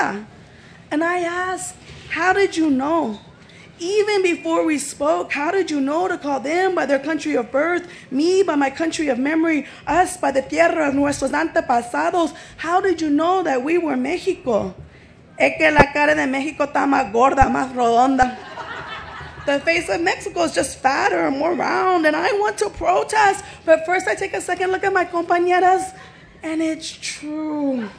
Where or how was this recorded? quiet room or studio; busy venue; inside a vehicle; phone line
busy venue